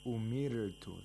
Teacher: The ra is pronounced with tarqiq because ra is sakin and preceded by a letter with a kasra.